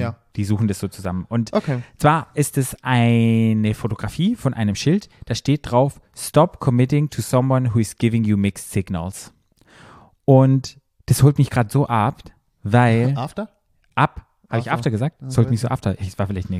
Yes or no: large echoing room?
no